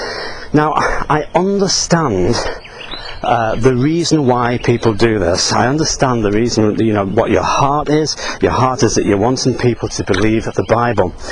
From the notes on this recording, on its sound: while out walking his dog